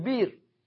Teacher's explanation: وفي بئر يجوز أن تقول بير تخفيفا